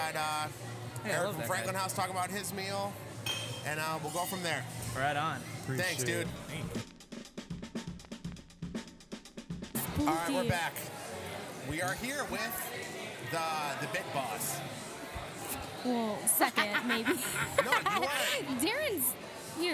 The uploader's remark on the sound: We sat down on location at Ricochet Tacos during their Tuesday of Terror Halloween event! Heads up, it’s a noise one.